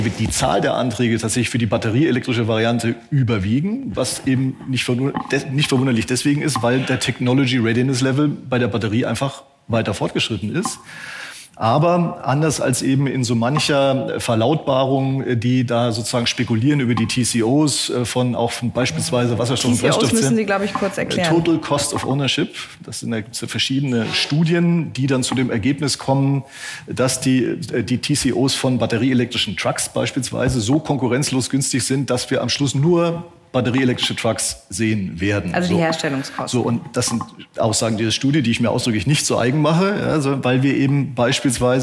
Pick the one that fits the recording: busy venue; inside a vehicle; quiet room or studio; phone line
busy venue